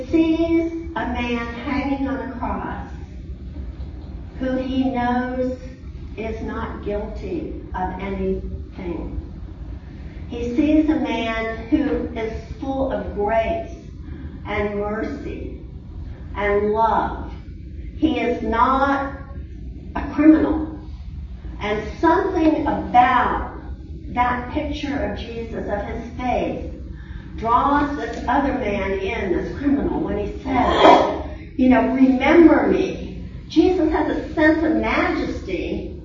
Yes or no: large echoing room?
yes